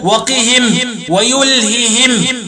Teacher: وقرأوا بإسكان الميم وكسر الهاء وقفا